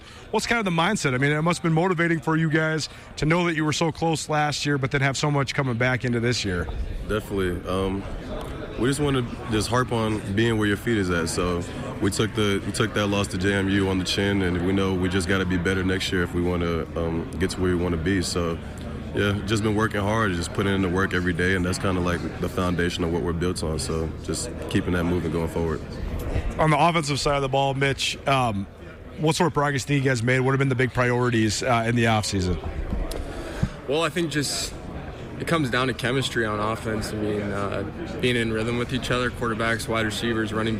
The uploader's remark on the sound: LIVE from the Big Sky Kickoff in Spokane